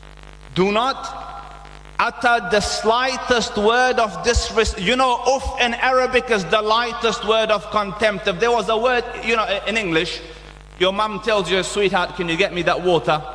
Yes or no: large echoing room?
yes